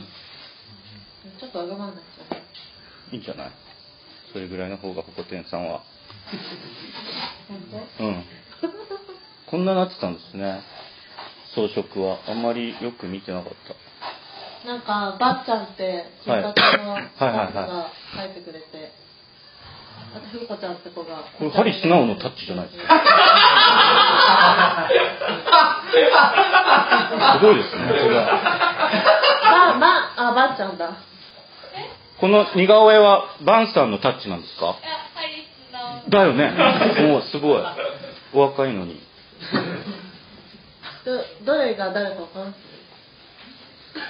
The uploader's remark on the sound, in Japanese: 初めての公開収録内容。声小さくない？収録地：デジタル・ハリウッド大学３Ａ教室（オルギア視聴覚室vol.5 会場）。